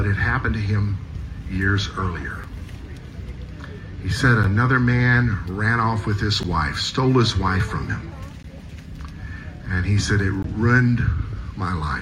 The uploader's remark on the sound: message delivered at Hewlett Park